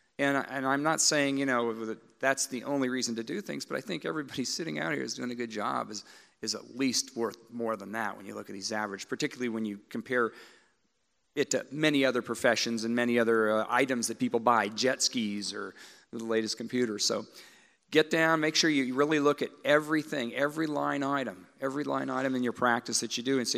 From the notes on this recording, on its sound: joined on stage at MillennialEYE Live in Louisville